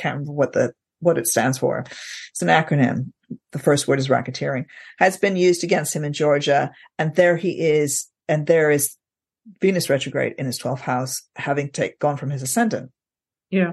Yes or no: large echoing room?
no